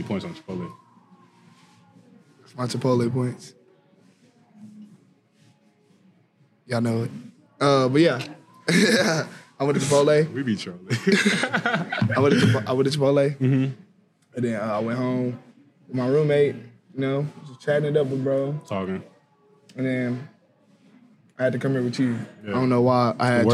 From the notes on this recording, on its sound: Recorded at Eskimo Joe's.